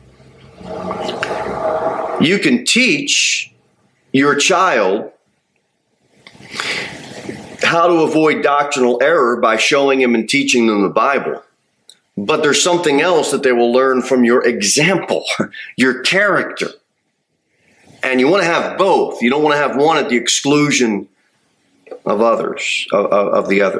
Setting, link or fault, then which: setting, large echoing room